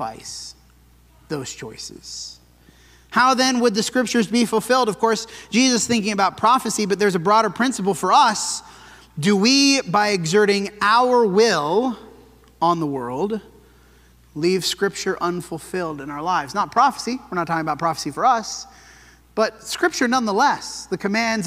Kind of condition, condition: setting, large echoing room